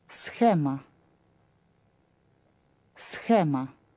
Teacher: The word for map is схема, like the English word scheme, but with a х sound, not a hard к